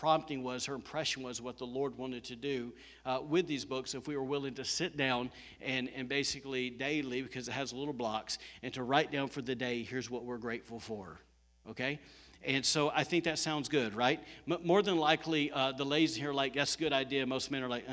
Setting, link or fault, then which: setting, live audience